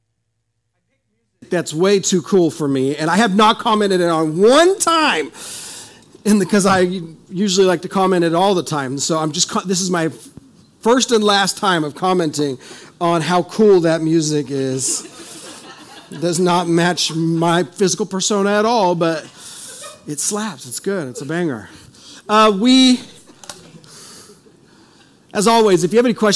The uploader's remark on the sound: This is audio ripped from the Live Service video.